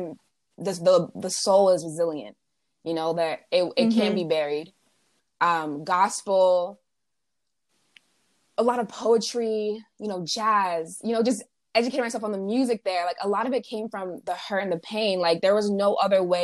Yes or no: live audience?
no